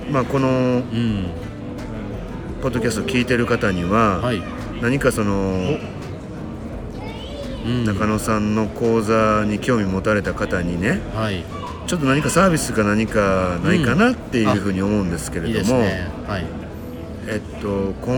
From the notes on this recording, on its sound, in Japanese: 大阪難波のスイスホテルのラウンジで収録を行った